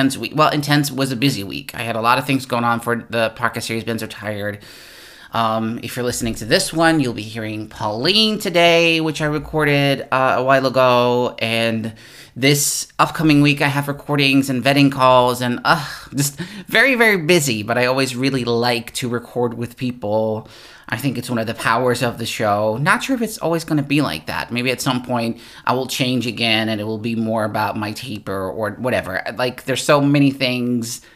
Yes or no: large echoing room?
no